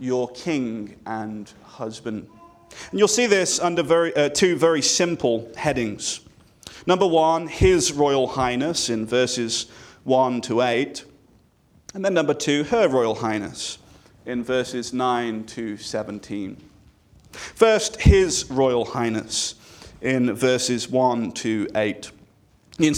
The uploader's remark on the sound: This sermon was delivered on January 14, 2024 at Antioch Presbyterian Church, a mission work of Calvary Presbytery of the Presbyterian Church in America located in Woodruff, South Carolina.